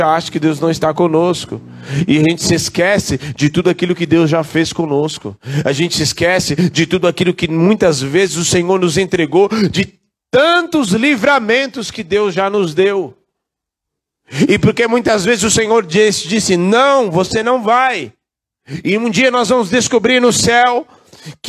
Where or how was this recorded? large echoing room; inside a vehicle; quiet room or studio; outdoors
large echoing room